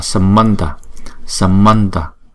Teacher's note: Mấy chữ A này chúng ta đọc là ơ, chứ không đọc là A